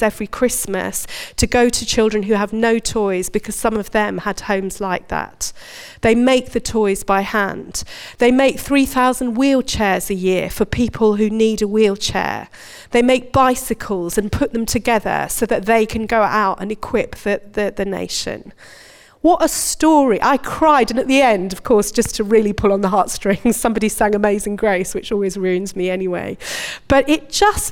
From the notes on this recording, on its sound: Recorded at Bournville gathering